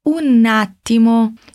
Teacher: Na hora do N, lembra que a boca fica semi-aberta, a língua vai ali atrás dos dentes superiores e desce juntando com o A de attimo